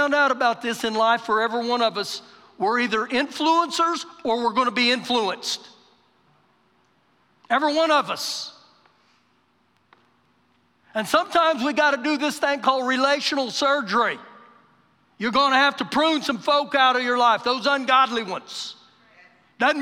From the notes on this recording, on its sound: Recorded live during our Sunday morning service.